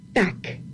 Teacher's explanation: la T es con la punta de la lengua y la K al final, la A para hacerlo abierto. Con el tac, la lengua va de atrás adelante, suelta.